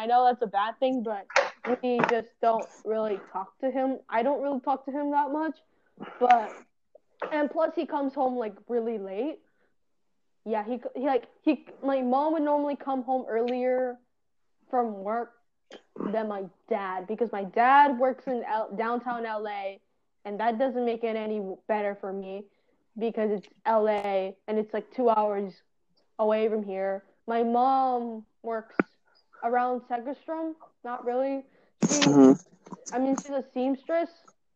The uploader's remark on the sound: Also, I will get a better mic, I just don’t have the liberty to do so and I’m aware of us cutting off mid-sentence. I wouldn’t be surprised if it was on my part.